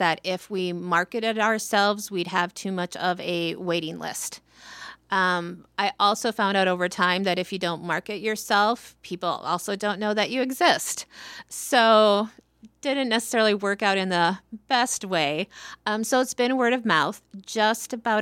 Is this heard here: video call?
no